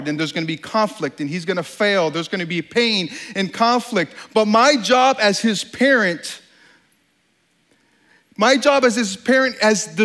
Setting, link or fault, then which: setting, live audience